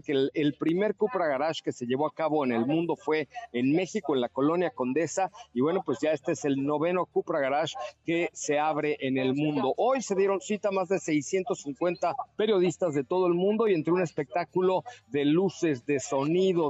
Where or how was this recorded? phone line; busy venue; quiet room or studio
busy venue